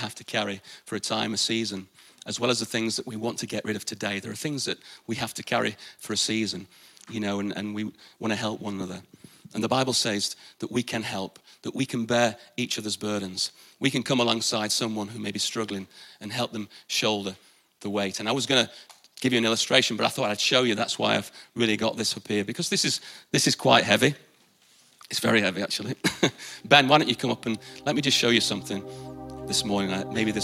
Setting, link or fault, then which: setting, live audience